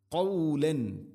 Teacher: ഖാഫ് ചെറുനാക്കിൻ്റെ ആ ഒരു ഭാഗത്ത് നിന്നാണത് അതിൻ്റെ മഖ്റജ്.